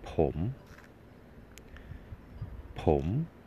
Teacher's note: Pom, with a rising tone, means I. For male speakers, therefore, it is pom glua pi.